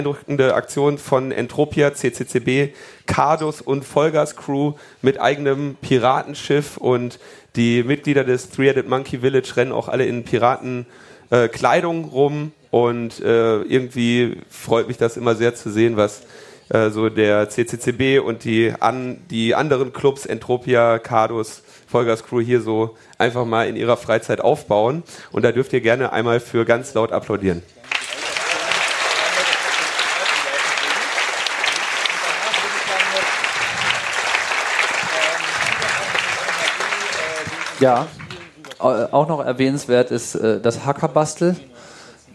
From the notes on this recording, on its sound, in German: Die Live-on-Stage-Sendung von der Bühne des Three Headed Monkeys Village auf dem Chaos Communication Camp 2019. Und Logbuch:Netzpolitik war mit dabei auf der Bühne des wundervollen Three Headed Monkeys Village.